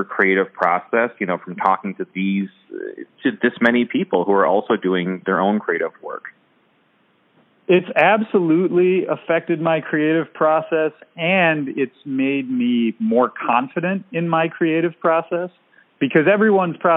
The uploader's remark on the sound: Checking in via phone from San Diego.